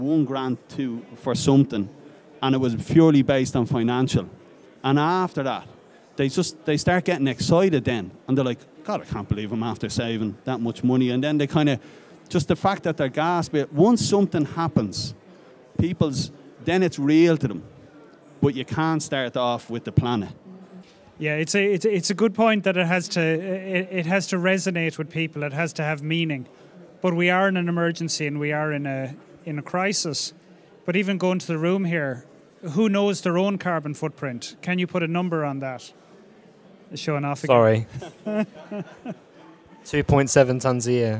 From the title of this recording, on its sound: Live from Dublin